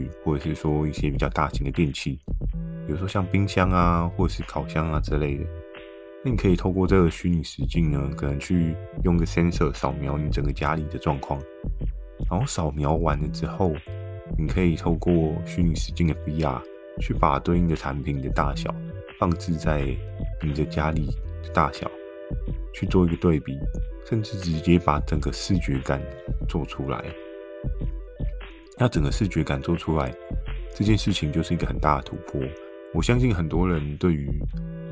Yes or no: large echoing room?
no